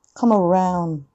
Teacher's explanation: ラウンドの N でベロをつく。D でつくんじゃなくて N でつくんですよ